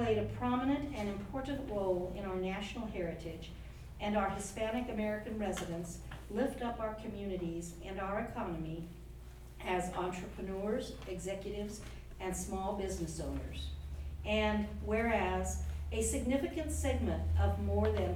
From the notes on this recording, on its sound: Live recording of Seaside City Council meeting, September 23.